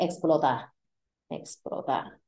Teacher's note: We usually will accent that last A